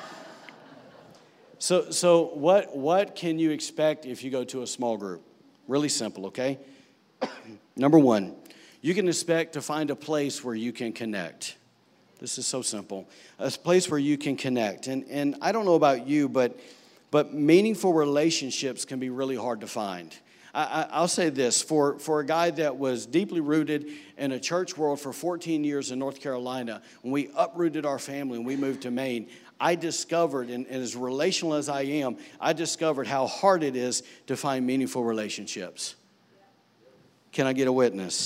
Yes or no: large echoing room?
yes